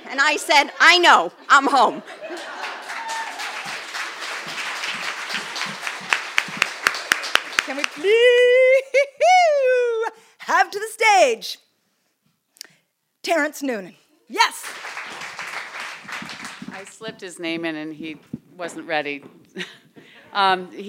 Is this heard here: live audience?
yes